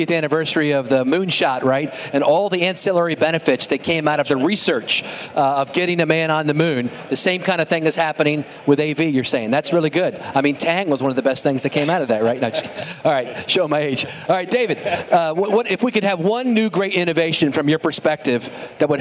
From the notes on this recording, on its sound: UITP Live. Recorded live at the biggest global transit event, UITP.